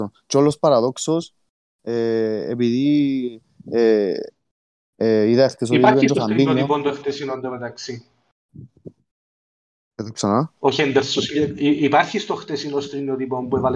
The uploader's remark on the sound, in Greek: Live συζήτηση στο discord του FPL Cyprus.